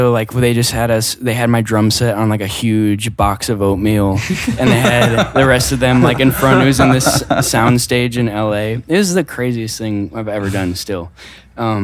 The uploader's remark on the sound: backstage at Pitchfork Music Festival